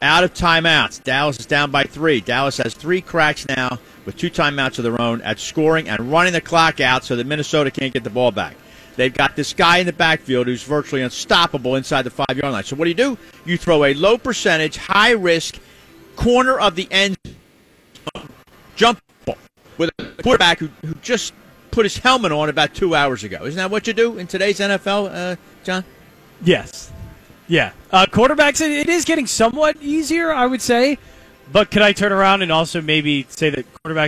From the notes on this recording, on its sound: LIVE from the Parx Casino Sportsbook